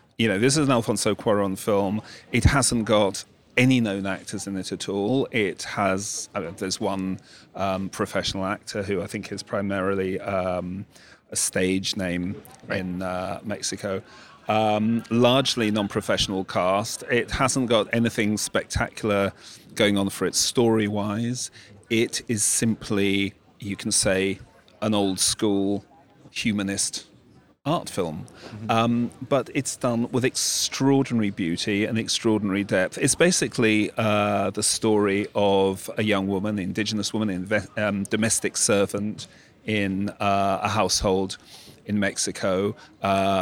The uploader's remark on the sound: in an undisclosed garden location at the Venice Film Festival